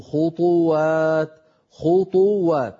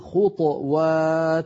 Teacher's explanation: ولا تتبعوا خطوات، خطوات بضم الطاء، بينما من العرب من يسكن الطاء فيجمع خطوة على خطوات بإبقاء الطاء ساكنة كالمفرد، في المفرد نقول خطوة، وفي الجمع من العرب من يقول خطوات فيبقي الطاء ساكنة مقلقلة · Shown in: second take